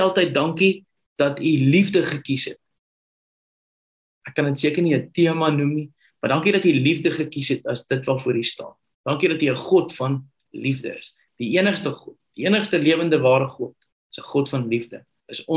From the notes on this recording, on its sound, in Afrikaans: Manne van die Woord Zoom Byeenkoms.